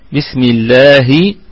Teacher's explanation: لام لفظ الجلالة مرققة لأنها مسبوقة بكسرة، بينا أنها للام لفظ الجلالة لها لها تفخم أحيانا وترقق أحيانا أخرى، ففي الحالة التي تفخم فيها لها حالتين، أن تكون ما قبلها مضموم أو مفتوح، وفي الحالة التي ترقق فيها أن يكون ما قبلها مكسور.